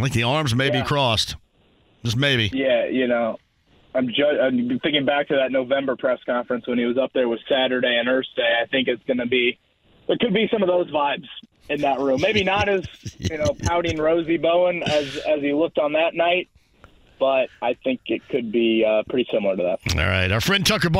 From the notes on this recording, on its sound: He also continues to take calls and comments from listeners about the press conference.